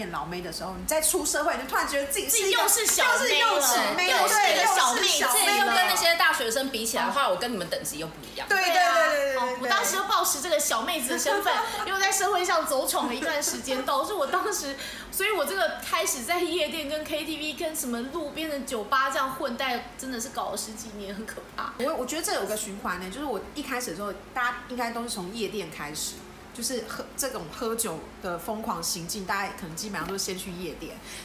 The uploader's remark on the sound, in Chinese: 喝酒那些事系列由於是試錄集，收音設備非常陽春，請海涵～。